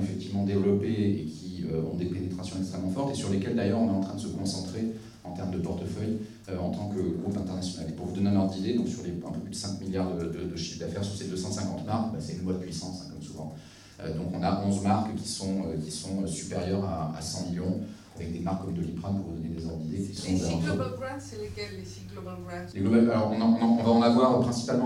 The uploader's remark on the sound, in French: Cette conférence, animée par 2 pionniers français du Social Listening et de la Social Intelligence a été enregistrée à l’occasion du Printemps des Etudes 2023, le salon du Research, de la data et des insights.